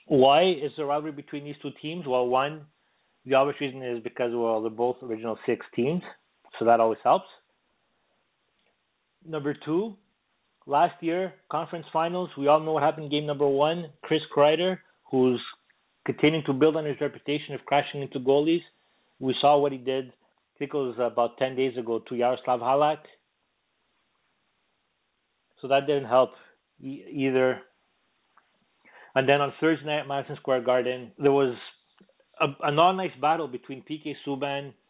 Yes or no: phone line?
yes